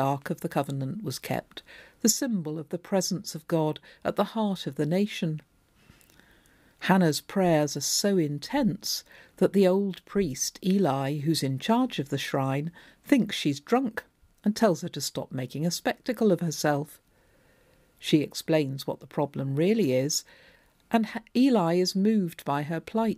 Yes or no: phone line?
no